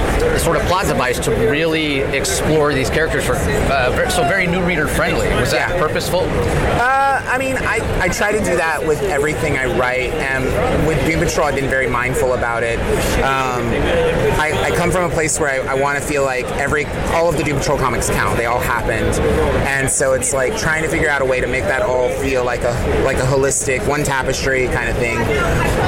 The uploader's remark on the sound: LIVE from SDCC '23